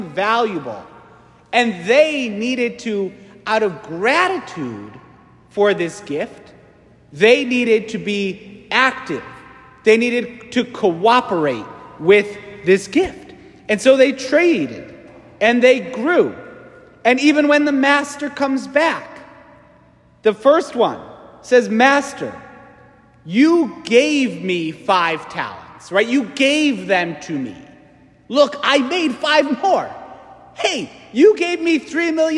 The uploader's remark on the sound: St Francis Catholic parish homily